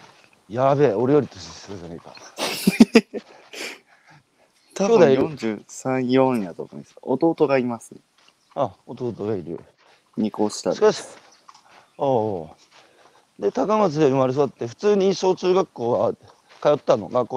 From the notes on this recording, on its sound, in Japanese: 歩くラジオ。歩きながら1時間、対談する。